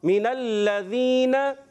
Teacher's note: यहाँ पर प्यारे बच्चों ज़ेर मीम के नीचे हरकत को बगैर खींचे अदा करेंगे, लाम मुशद्दद होने की वजह से ज़रा रुक कर अदा करेंगे